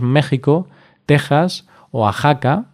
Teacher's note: algunas palabras, principalmente topónimos, que se escriben con X, pero se pronuncian con sonido J. Esto tiene una explicación histórica, y es que en el español de la Edad Media la X representaba un sonido parecido a la J.